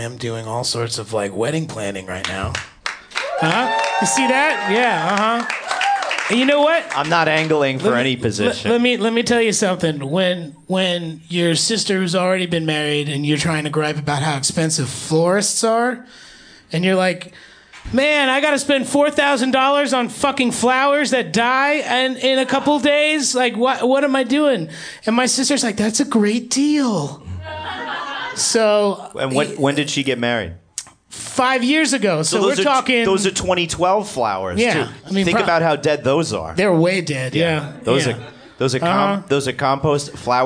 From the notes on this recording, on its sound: In this LIVE episode from Union Hall in Brooklyn.